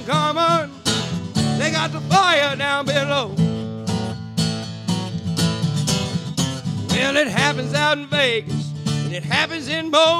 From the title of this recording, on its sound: LIVE Once Again from Silver Saloon